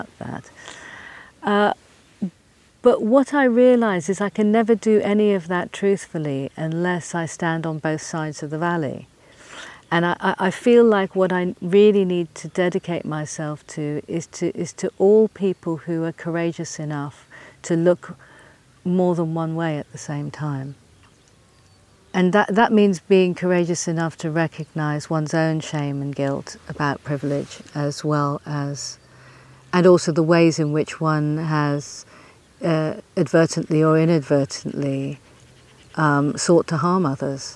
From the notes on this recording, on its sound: In company with the skylarks. A Summer’s walk along the meanders of Cuckmere Valley to the sea, at the heart of Seven Sisters Country Park.